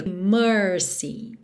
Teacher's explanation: Olha o R enrolado aí